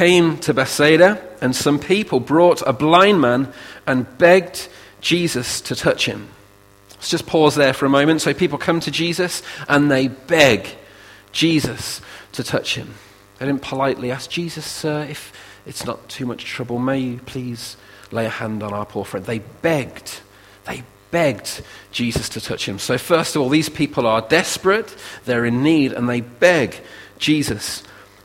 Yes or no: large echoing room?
yes